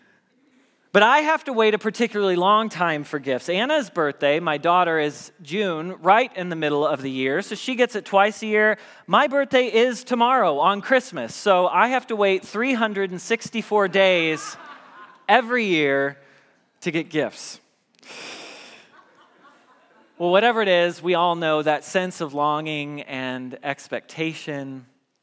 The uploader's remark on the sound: Message Preached at Valley Creek Church.